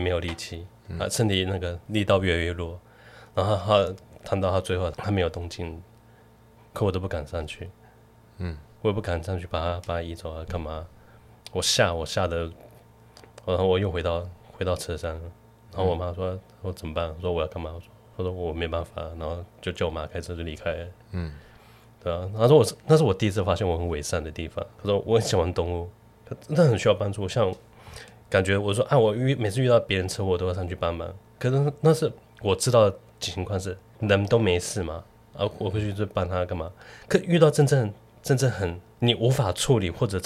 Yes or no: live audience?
no